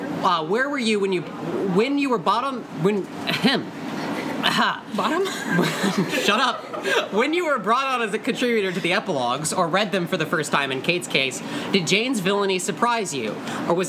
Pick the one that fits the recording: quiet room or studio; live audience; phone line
live audience